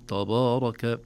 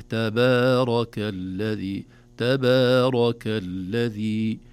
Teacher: نخلص الباء بمدها والتاء قبلها من تفخيم تأثر بالراء · Shown in: second take · بالراء نعم المفخمة التي بعدها.